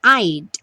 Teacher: esse D quase não aparece, né?